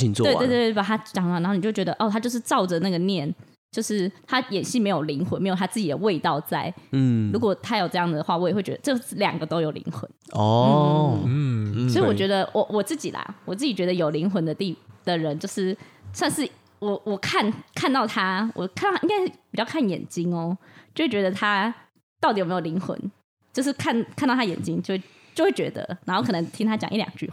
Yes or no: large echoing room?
no